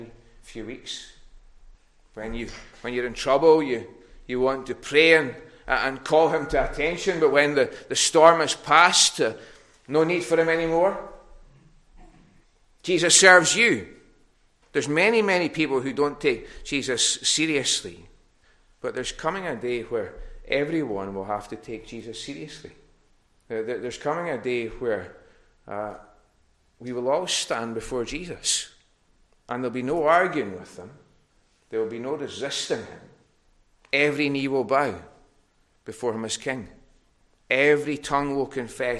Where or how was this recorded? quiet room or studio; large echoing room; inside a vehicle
large echoing room